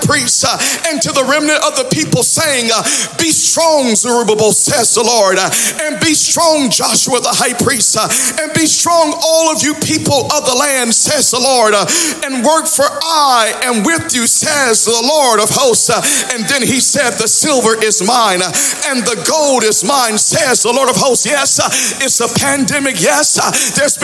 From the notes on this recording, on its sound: Audio from Sunday 11/28/21 Worship Service